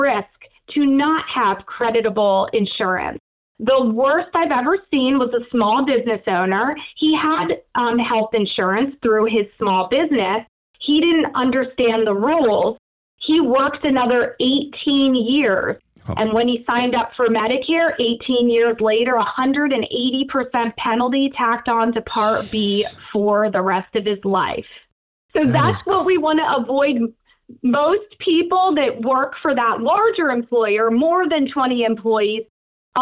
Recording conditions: phone line